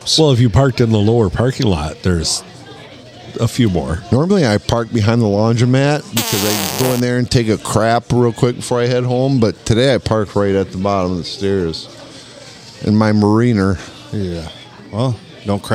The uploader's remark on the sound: Recorded on a Saturday during the dinner rush at the Blue.